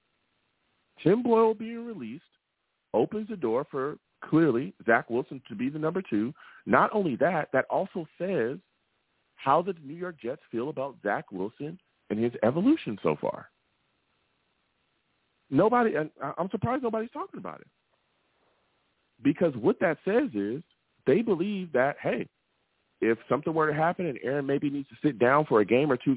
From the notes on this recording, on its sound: I take live callers!